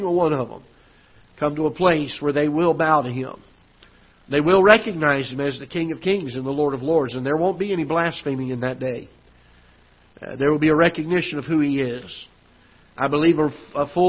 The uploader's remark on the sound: Ketha Heights Baptist Church ~ Live Broadcast